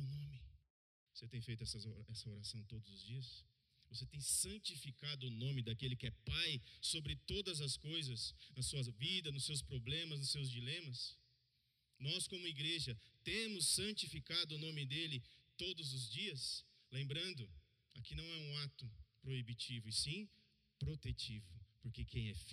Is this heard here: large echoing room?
yes